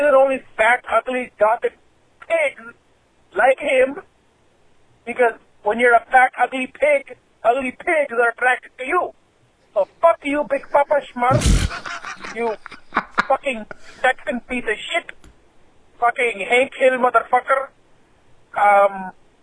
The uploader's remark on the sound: Phone calls.